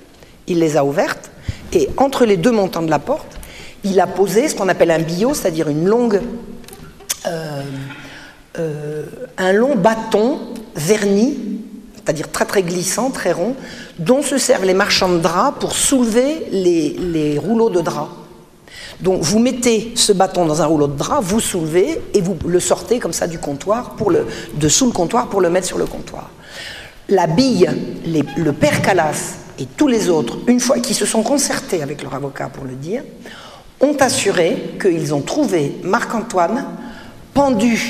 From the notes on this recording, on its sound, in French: Cette conférence fut donnée à Mulhouse suite à la parution de l’ouvrage sur Voltaire.